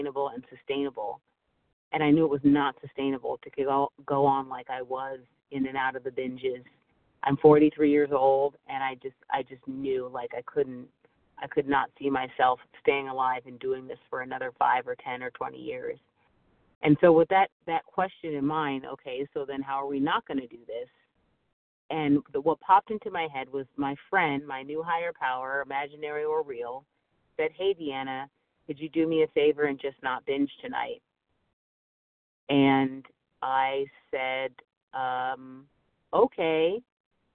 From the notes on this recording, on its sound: 100 Pounders Phone Meeting